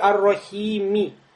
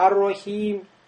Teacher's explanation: Чуть-чуть я кясру произнес. · Shown in: second take